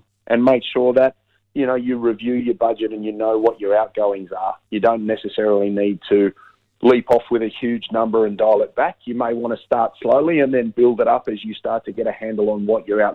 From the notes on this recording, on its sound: via the telephone, given the covid precautions in Canberra.